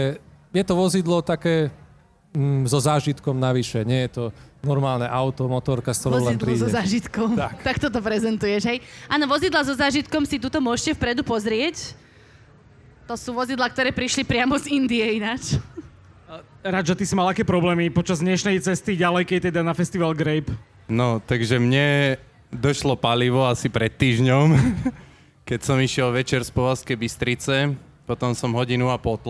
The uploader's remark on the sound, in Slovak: počas live nahrávania Všesvet Podcastu na festivale Grape